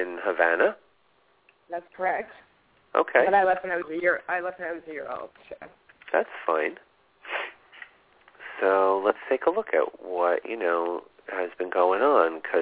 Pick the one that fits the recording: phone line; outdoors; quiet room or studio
phone line